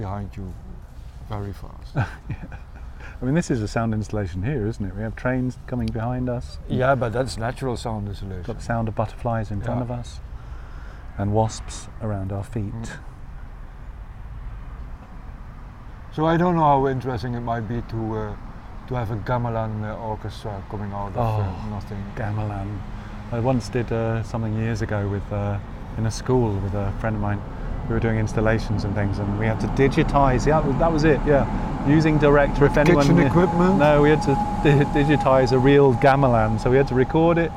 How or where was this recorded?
outdoors